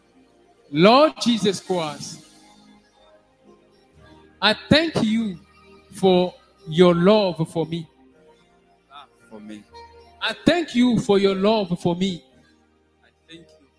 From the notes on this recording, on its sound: SUNDAY LIVE SERVICE